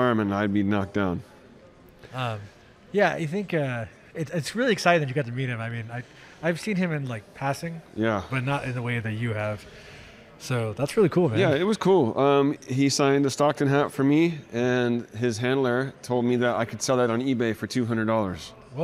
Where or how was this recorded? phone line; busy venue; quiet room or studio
busy venue